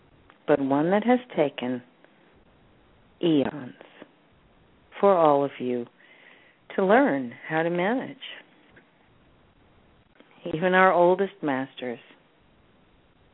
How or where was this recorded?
phone line